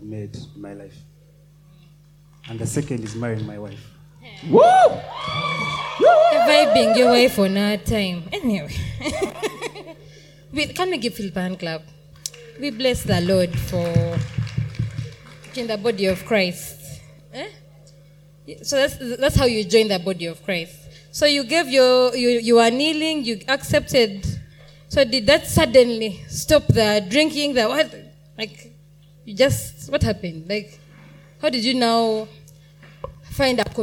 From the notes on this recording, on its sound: Panel Session :: Ablaze Youth Conference 2023 :: Day 2 :: Afternoon Session. During the afternoon session of Day 2 of Ablaze Youth Conference 2023, we had a panel session.